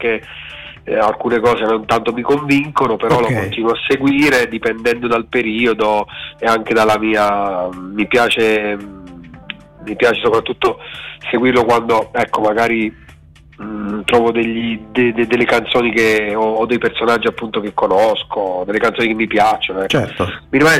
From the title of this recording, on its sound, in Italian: INTERVISTA TELEFONICA